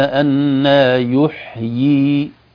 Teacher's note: ننطق الياء الأولى مكسورة والثانية ممدودة سواء وصلا أو وقفا